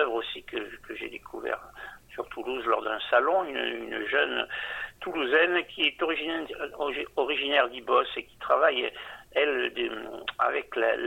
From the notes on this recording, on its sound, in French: Interview téléphonique